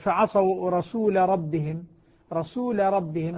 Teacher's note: اللام في الراء لا تدغم لأن اللام مفتوحة بعد ساكن، وهذا معنى قول الناظم إذا انفتح بعد المسكن منزلة.